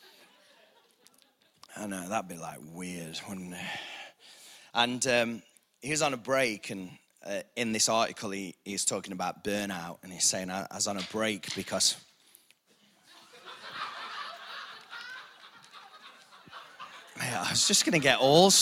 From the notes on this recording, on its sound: Recorded live at the Chesterfield Campus this is the message from the evening service.